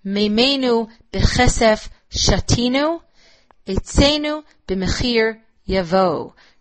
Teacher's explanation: the stressed syllables on one side of the sentence are equal and balanced to the number of stressed syllables on the second side of the sentence · Term: balanced meter